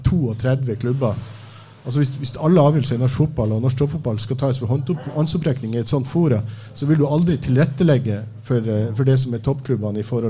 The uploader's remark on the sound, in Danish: Live fra Sportsbaren. Den fjerde Livepodden på Sportsbaren ble spilt inn onsdag kveld.